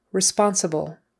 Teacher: That's really quick, and the L at the end, just a quick touching of the tongue to the upper teeth.